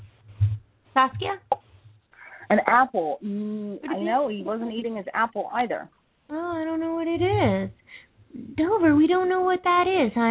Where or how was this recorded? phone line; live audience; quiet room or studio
phone line